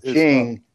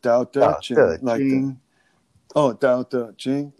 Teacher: And then jing, straight across.